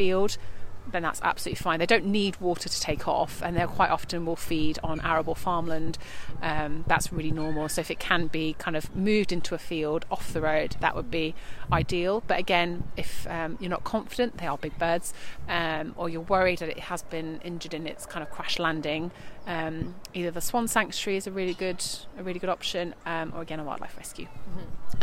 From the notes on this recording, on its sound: This episode was recorded in Queens Park, Brighton.